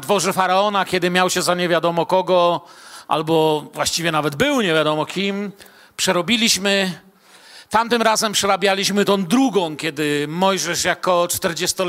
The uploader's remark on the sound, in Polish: Wykład nagrano podczas wieczoru z Bożym Słowem w Kościele „Filadelfia” Bielsko Biała.